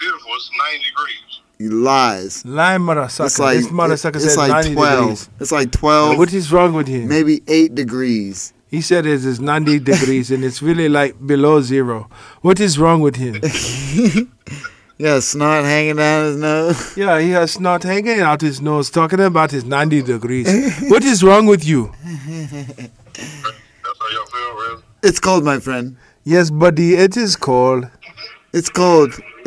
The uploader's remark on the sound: unannounced phone call